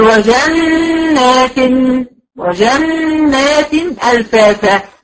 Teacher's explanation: جيت عند النون اديتها وانا حركتين، وجيت على التنوين هشوف بعديه الحرف اللي بعدي ايه، بعديه همزه، يبقى هنا اظهار حرفي، يعني هنطق التنوين بدون غنى ظاهر